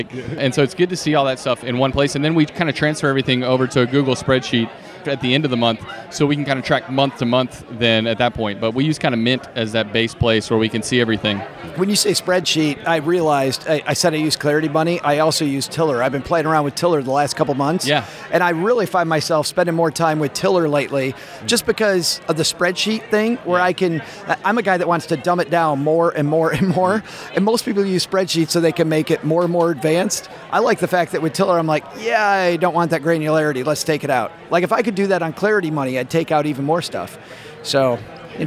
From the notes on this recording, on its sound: We're coming to you (mostly) live from Podcast Movement! Interviewed them live right from the event floor.